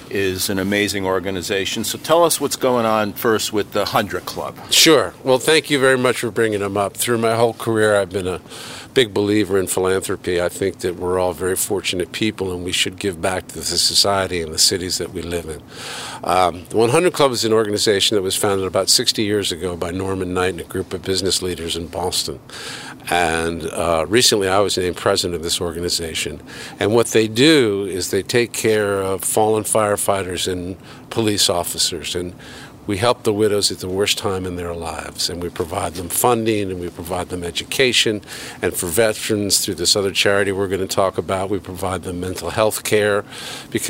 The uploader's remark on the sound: Takin A Walk in Milton Massachusetts